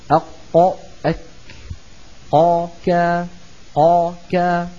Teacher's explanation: ثم الكاف أي مخرجها أقصى اللسان أسفل أي وما تحته من الحنك الأعلى. أق أك قا كا قا كا قاف، هنا الكاف إلى الأمام قليلا.